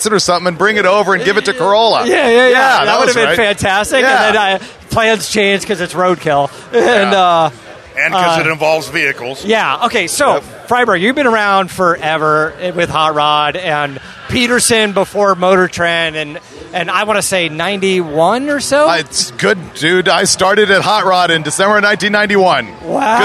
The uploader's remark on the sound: Live from Roadkill Nights Powered by Dodge Event